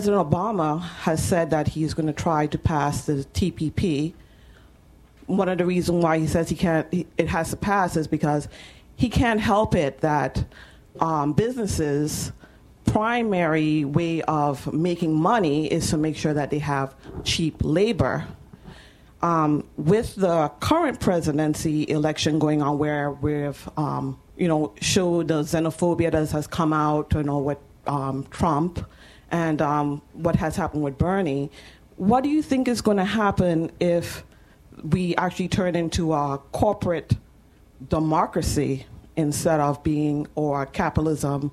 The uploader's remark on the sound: The Ash Center for Democratic Governance hosted a conference titled Race and Justice in the Age of Obama. This podcast is a recording of the panel.